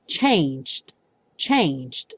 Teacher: E faz um D bem curtinho.